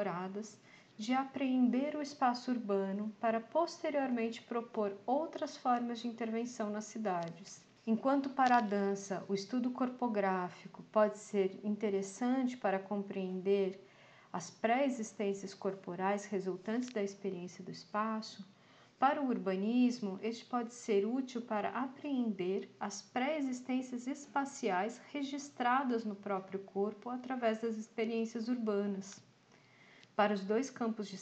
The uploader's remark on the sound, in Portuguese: Resolvi ler todos os trabalhos em voz alta e gravar este áudio. Este podcast é gravado e editado de forma caseira, por uma professora e seu laptop na sala de casa, e contém interferências da vida cotidiana, erros de pronúncia, algumas gaguejadas e pequenas repetições de frases que passaram na edição.